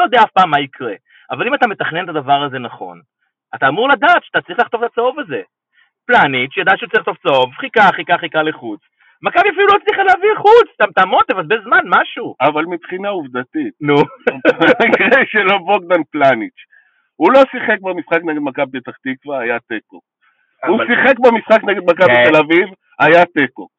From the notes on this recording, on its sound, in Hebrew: שהוקלט ושודר בשידור חי ממגרש החניה של איצטדיון הי"א באשדוד